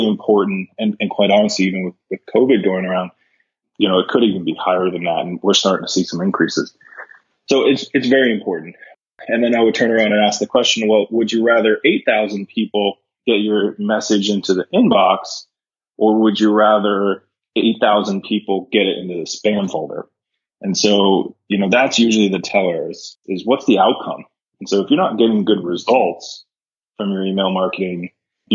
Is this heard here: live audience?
no